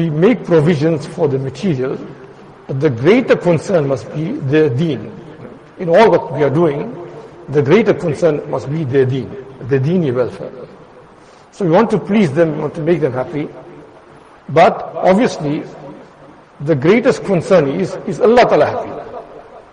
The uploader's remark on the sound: Jumuah lecture at Madressah Taleemuddeen